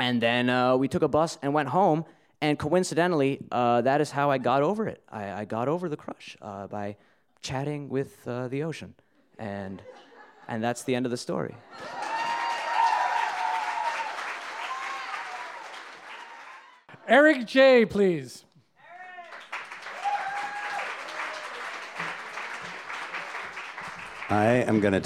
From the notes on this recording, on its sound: These stories were told and recorded in front of a live audience. At Wellfleet Preservation Hall in Cape Cod, Massachusetts.